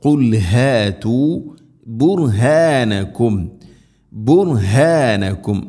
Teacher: ഖുൽ ഹ. തൊണ്ടയുടെ താഴെ ഭാഗമാണ് മഖ്റജ്